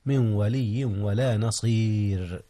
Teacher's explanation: ترقيق الراء جاء هنا يا أستاذنا، حيث وقعت بعد الياء نصير والياء ساكنة.